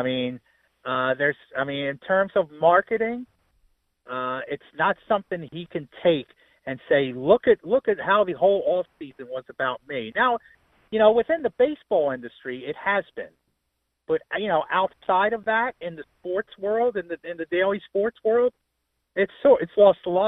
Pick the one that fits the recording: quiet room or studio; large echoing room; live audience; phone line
phone line